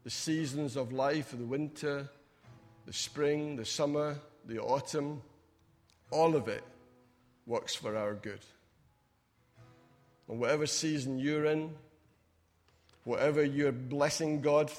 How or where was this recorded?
large echoing room